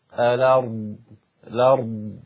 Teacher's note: أثبت همزة الوصل أولا، الأرض، ثم بدأ حذفت الهمزة وبدأ باللام مباشرة